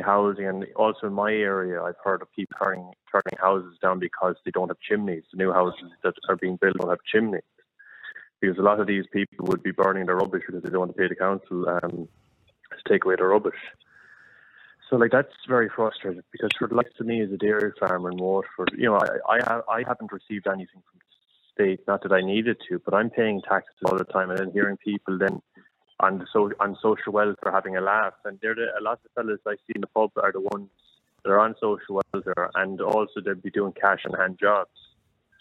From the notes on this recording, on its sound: opens up the phone lines, inviting listeners to share their perspectives on this pressing matter.